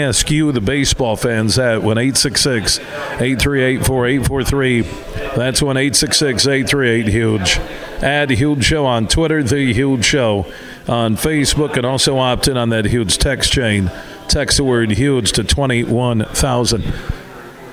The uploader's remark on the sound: we're broadcasting live from the American Dunes Golf Club in Grand Haven